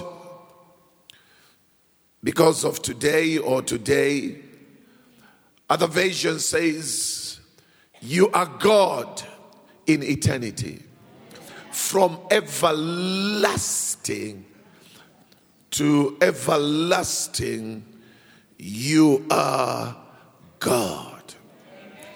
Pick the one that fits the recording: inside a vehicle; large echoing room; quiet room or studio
large echoing room